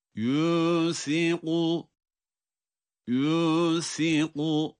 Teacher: Yusiku sa harfi peltek ince, kaf kalın